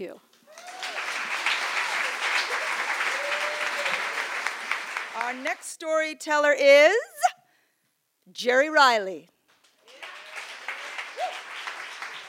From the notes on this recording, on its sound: Recorded live in Wellfleet, Massachusetts at Preservation Hall on August 9, 2015.